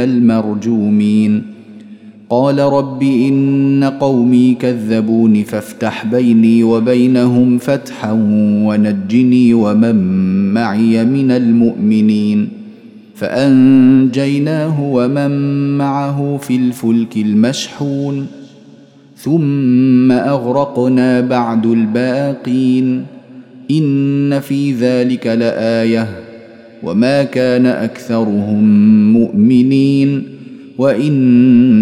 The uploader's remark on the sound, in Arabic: مسجل من صلاة التراويح بمسجد السلام بحي مشرفة بجدة.